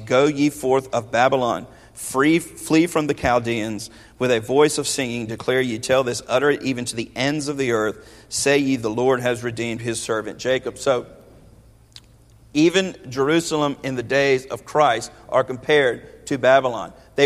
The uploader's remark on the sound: This is a sermon from Zechariah 2 preached 8/28/21 at Westerly Hills Baptist Church.